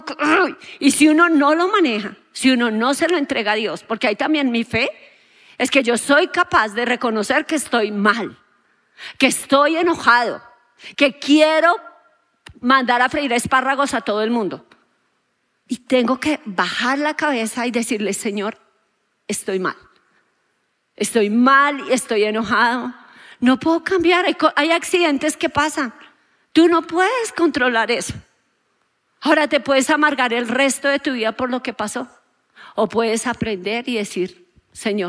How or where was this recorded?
large echoing room